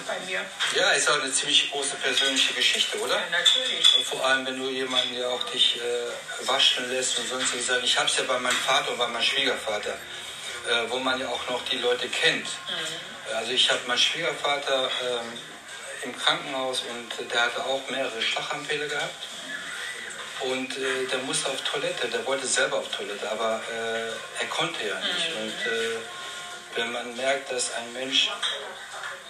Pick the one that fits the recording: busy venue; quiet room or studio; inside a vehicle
busy venue